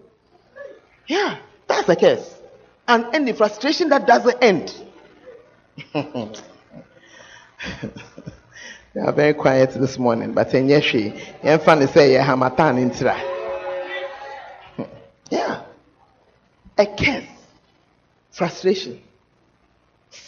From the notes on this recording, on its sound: Preached at the First Love Center, Ayeduase.